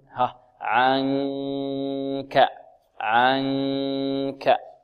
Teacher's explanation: لا نقول عن كعن، نأتي إلى طرف اللسان ونسقه في الحنك الأعلى، لا خطأ، بل ننتقل من مخرج العين الذي هو وسط الحلق إلى مخرج الكاف مع من الخيشوم · Term: الإخفاء